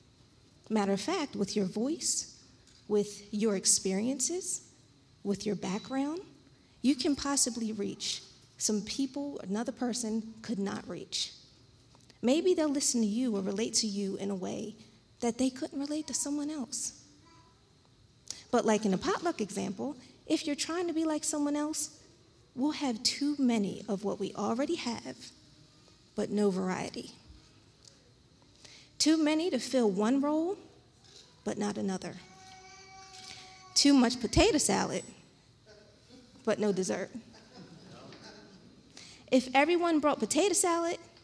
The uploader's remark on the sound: This JAT was recorded live on Sunday, September 19th, 2021 at Newark UPC.